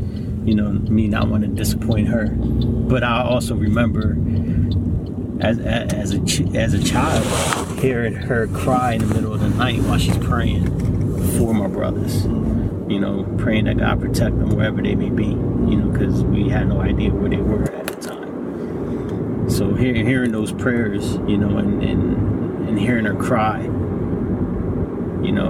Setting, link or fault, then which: setting, inside a vehicle